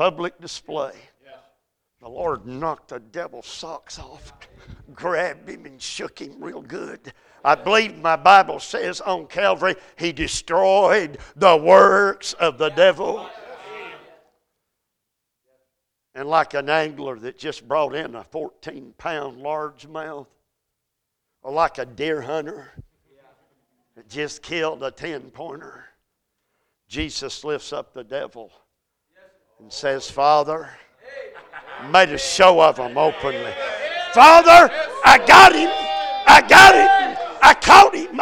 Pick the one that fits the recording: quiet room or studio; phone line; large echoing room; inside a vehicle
large echoing room